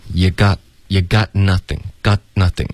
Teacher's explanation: Got 结尾需要有一个干脆的停顿